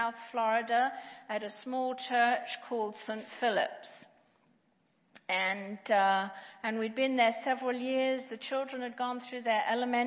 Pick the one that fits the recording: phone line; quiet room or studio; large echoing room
large echoing room